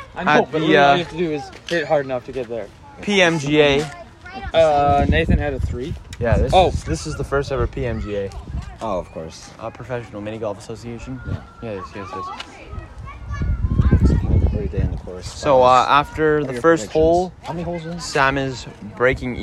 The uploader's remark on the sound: the first ever camping trip audio vlog